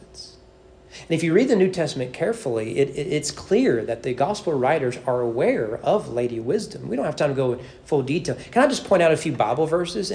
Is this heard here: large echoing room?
yes